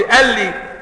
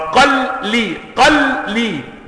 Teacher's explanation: اللي كانت مفتوحة أنا سكنتها وأدغمتها في اللام التالية فجعلتهما حرفا مشددا · Shown in: second take · Term: الإدغام